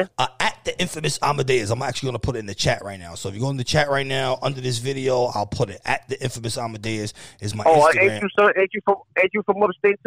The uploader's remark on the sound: We field calls from our live Facebook listeners